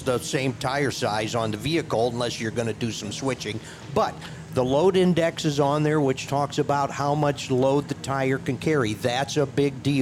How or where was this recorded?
busy venue